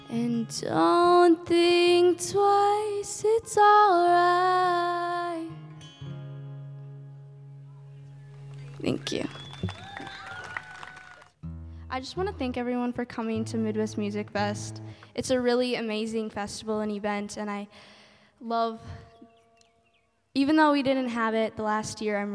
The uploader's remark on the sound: We visited the Midwest Music Fest here in Winona, MN for a live performance. LIVE from Winona, MN and the Midwest Music Fest.